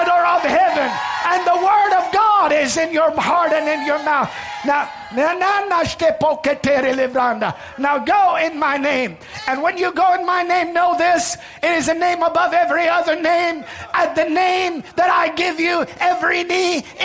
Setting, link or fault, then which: setting, large echoing room